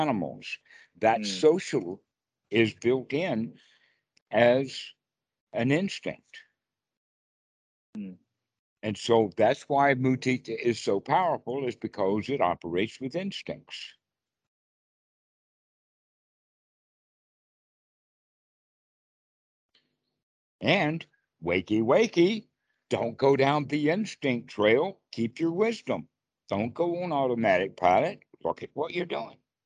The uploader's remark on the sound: skype calls